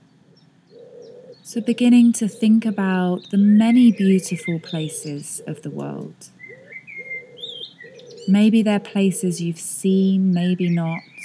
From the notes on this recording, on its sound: Recorded this outside so you can hear nature no matter where you are.